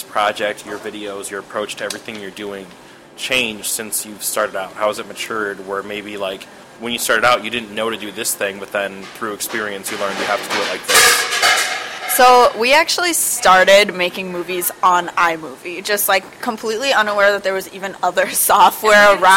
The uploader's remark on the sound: In an interview recorded at a local cafe.